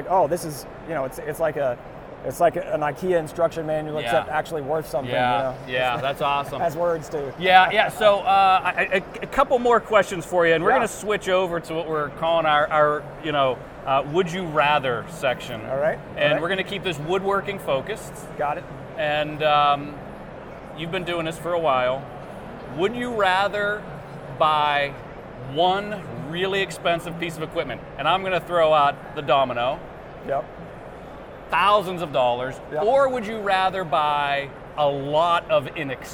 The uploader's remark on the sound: Live at AU 2023 in Las Vegas!